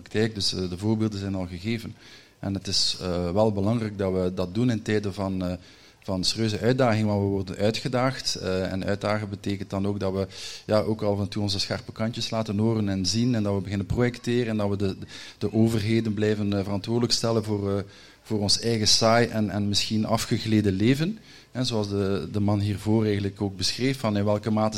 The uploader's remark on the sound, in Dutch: live op TimTom Festival'23